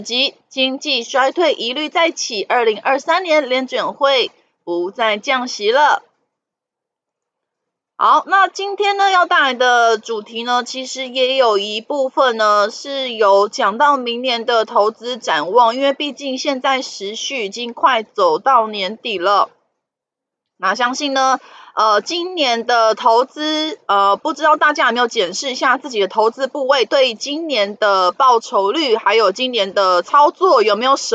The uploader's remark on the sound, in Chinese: 本集有些許雜音，已亟力避免，如有察覺請多多包涵